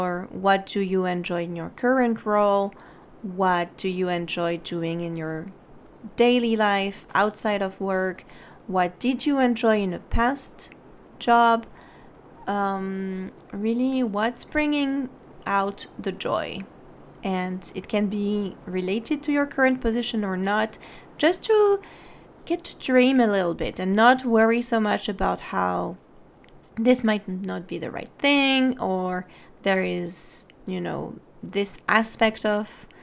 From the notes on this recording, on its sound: Sorry about the creaking chair noises - I wont’ use it on the next recording!